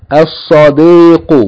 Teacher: With Sad. Sad is a sun letter. That means it's doubled.